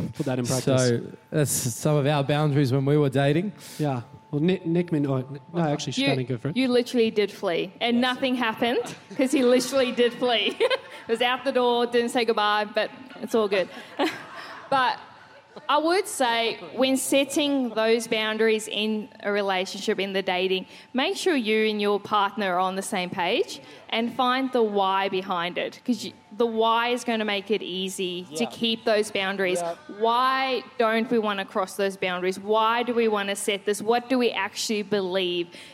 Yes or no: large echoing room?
yes